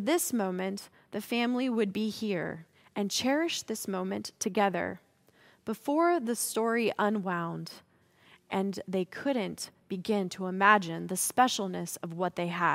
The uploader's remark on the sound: Message on the First Sunday of Christmas is delivered during the Traditional Worship Service. San Marino Community Church.